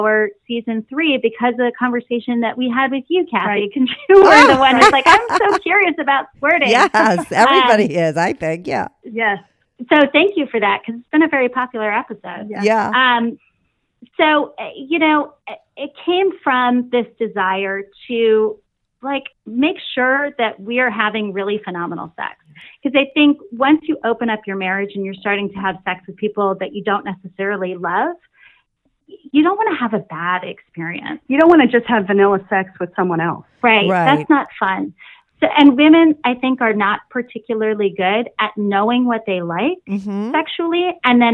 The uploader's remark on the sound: They call in to talk all about it.